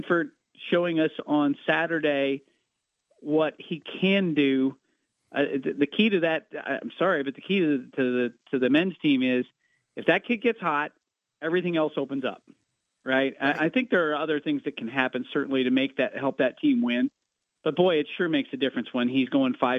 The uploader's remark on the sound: With GMigs closed for the weather, the boys call in from their respective homesteads.